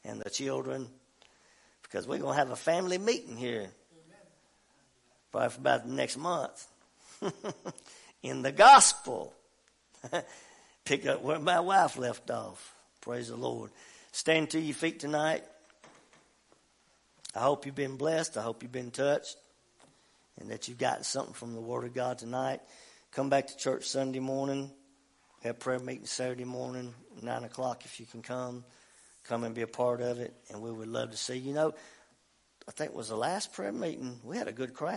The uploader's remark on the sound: WELCOME TO OUR LIVE SERVICE. At Family Worship Center in Athens Tennessee. To stream our music live over the internet.